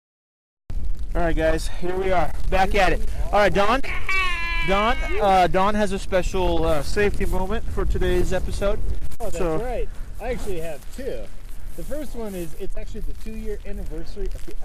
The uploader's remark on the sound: It was windy and snowing so if you hear noise in this episode